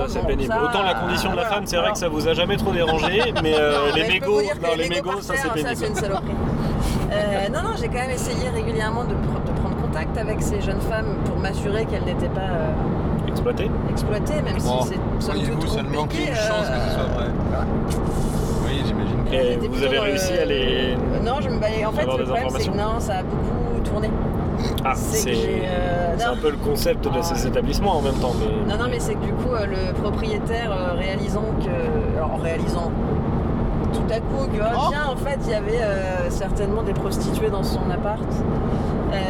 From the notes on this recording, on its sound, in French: On en à fait un LAPEUPRET en voiture. Soit un épisode avec beaucoup de bruits de fonds, rapport à la technique approximative de LAPEUPRET. Enregistrement : le Stitre : le studio de la Litre.